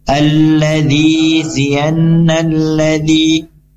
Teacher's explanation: lam ini tidak dibaca ya, lam yang pertama, dan langsung masuk ke huruf zal · Term: alif lam syamsiah